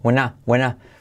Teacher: Mirad que incluso el were decae.